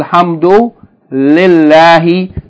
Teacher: the lam in the expression lillahi is pronounced light, not heavy, light, with an empty mouth. This is known as taraqiq in the study of tajweed.